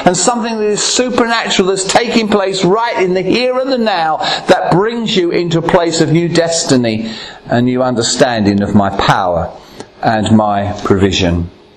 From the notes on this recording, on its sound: Recorded at Ashingdon Elim Pentecostal Church.